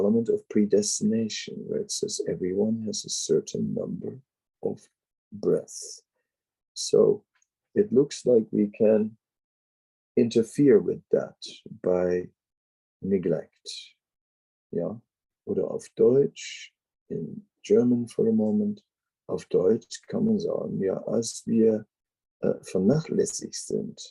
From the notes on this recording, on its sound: Zoom Meeting